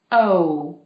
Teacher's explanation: if you move your mouth for the O, from an open mouth to a puckered lips, O, that makes the vowel a lot longer.